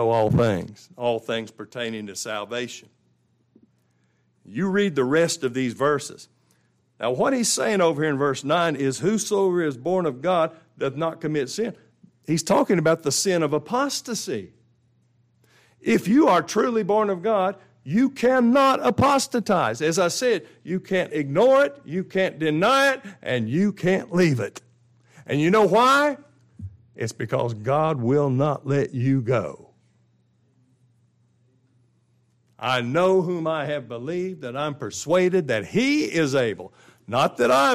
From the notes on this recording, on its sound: This is the ENTIRE LIVE STREAM broadcast of the final two services of our 2023 Spring Bible conference.